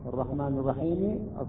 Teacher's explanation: عندما وقفت على السكون أصبح عندي مد، يسمى المد العارض للسكون